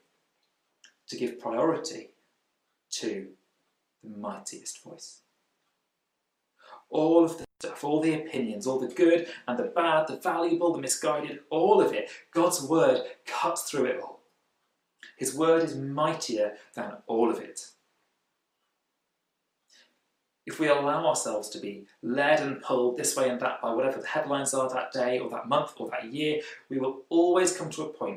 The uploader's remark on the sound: Recorded at freedomcentre church, Preston on Sunday 21st June 2020